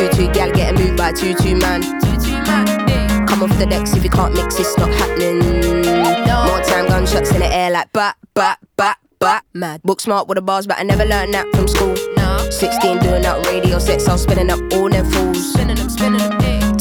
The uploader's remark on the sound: Primavera Sound Special. Recorded their show live from the festival.